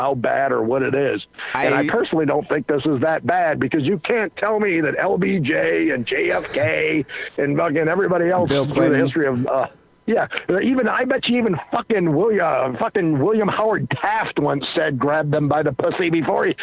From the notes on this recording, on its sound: Phone calls.